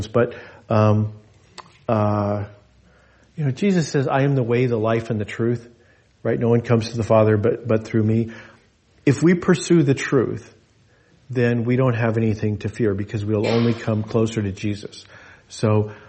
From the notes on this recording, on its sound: This message was delivered in gathered worship on Sunday, July 30, 2023 at Jewel Lake Parish in Anchorage, Alaska.